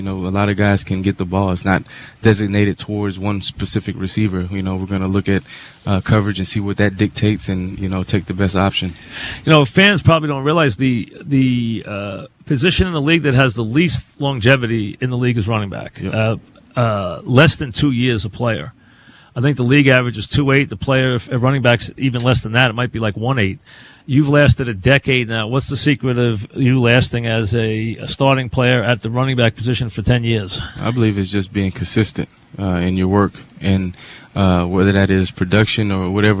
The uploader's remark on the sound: live at Jet camp